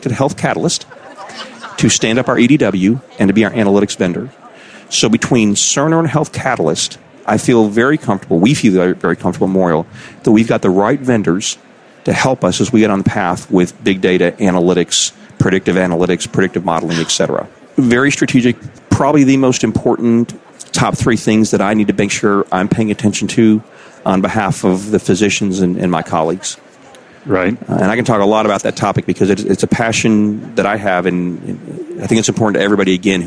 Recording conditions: busy venue